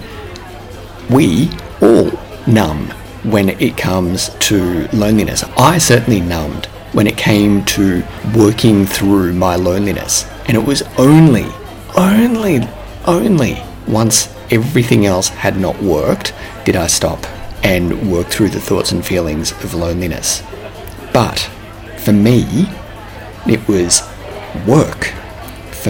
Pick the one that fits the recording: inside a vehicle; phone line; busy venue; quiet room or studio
busy venue